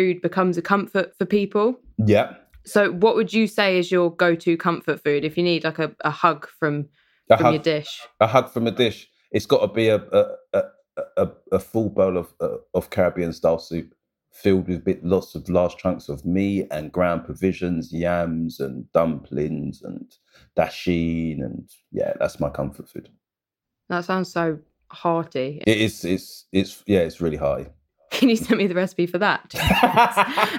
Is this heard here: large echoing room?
no